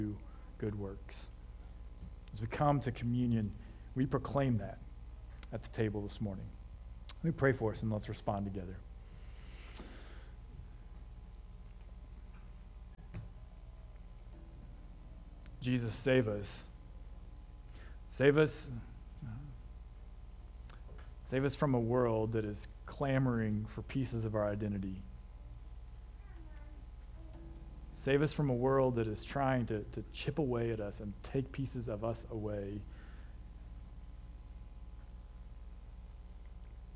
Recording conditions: large echoing room